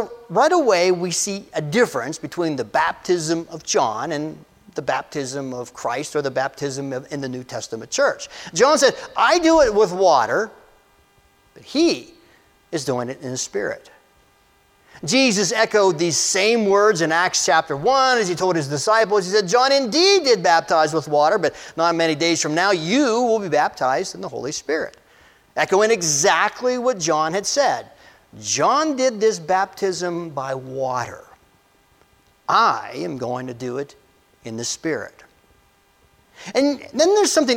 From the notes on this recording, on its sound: This message was delivered on January 07, 2024 at Amity UCC Church in Meyersdale, PA.